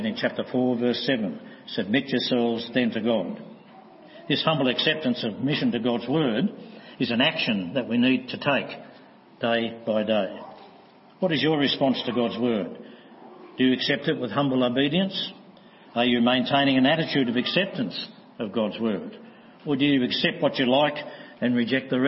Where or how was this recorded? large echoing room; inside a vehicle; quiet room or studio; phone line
large echoing room